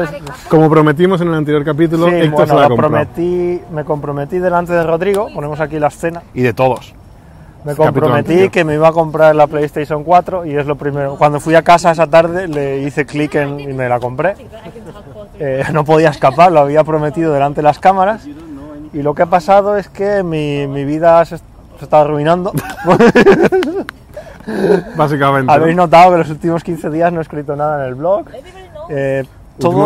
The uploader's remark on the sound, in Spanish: Desde el Starbucks